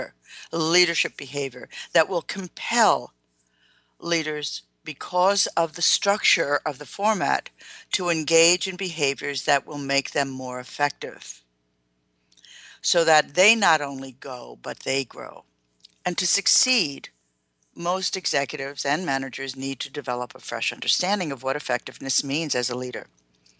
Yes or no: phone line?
no